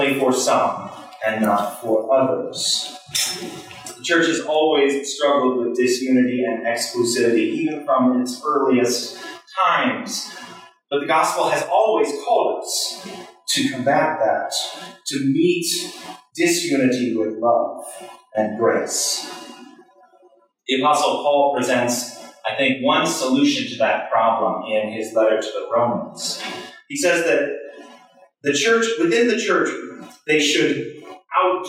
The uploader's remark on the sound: Sermon recorded in the Chapel at Union Congregational Church Sunday July 2, 2023.